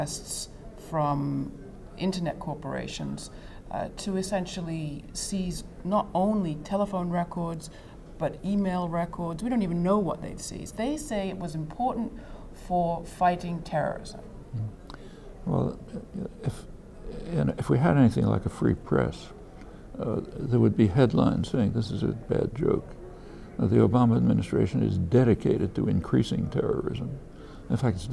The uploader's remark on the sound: This conversation was recorded backstage at the Left Forum in New York, June 8, 2013.